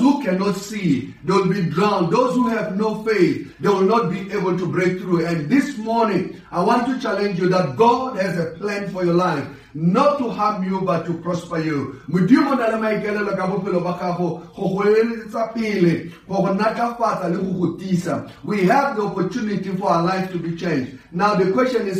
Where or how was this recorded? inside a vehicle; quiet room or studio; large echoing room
large echoing room